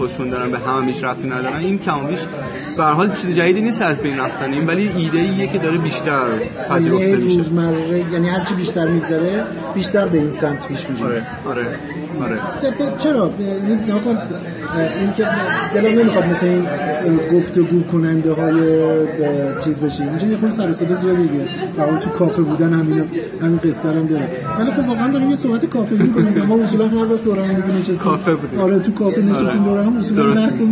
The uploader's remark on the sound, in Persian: غروبی زیبا در کافه ای نشسته بودم. با همیان وضع و سر و صدا و شلوغی کافه صدا را ضبط و کمی ویرایش کنم به عنوان اپیزود تازه منتشرش کنم...بنابراین کیفیت صدا شاید کمی بد و سختگوش باشد.